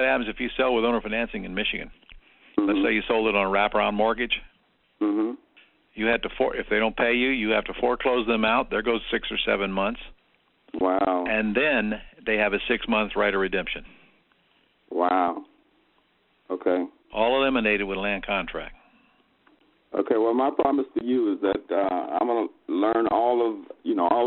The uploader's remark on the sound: Q&A Call